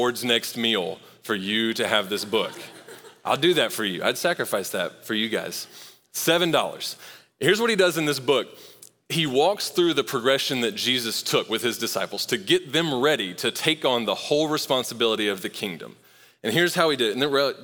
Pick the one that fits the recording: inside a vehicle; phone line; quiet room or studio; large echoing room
large echoing room